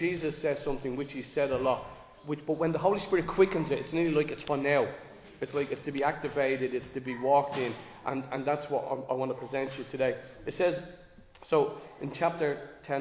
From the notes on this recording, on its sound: Recorded live in Liberty Church on 22 October 2023